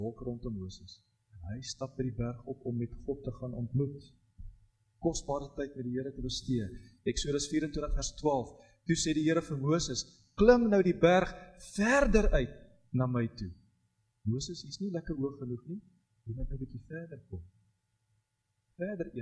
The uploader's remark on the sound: Preek opname tydens erediens in Loughton